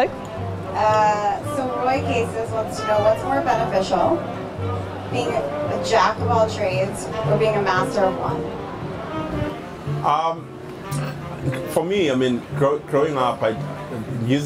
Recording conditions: outdoors